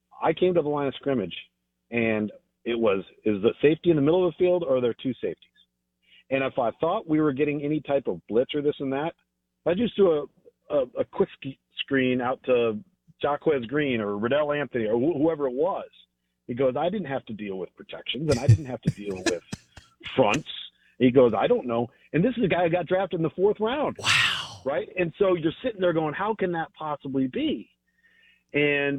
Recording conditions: phone line